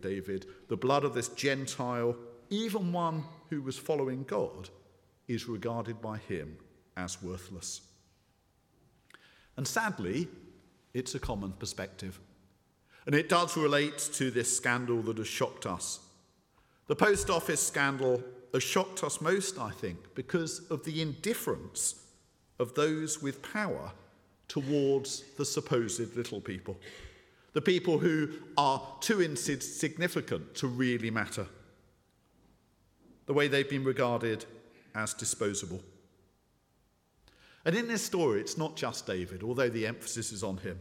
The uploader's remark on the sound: speaking at the 9:30 service